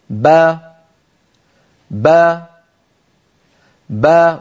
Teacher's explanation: بقي أن نقارن بين بعض الحروف على اللوحات، أن نبين مثلا حرف من حروف القلقلة وليكن الباء مثلا، كيف تخرج وهي متحركة، كيف عندما ننطق الباء المتحركة تتباعد الشفتان ويتباعد الفكان، فبتباعد الشفتين خرجت الباء المقلقلة، بتباعد الشفتين خرجت الباء، وبتباعد الفكين انفتحت الباء · Term: باء مفتوحة